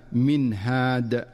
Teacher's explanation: ومن أمثلته في قوله تعالى من هاد، فالنون الساكنة جاءت بعدها الهاء فتظهر النون إظهارا واضحا من مخرجها دون مبالغة أو تكلف. · Term: الإظهار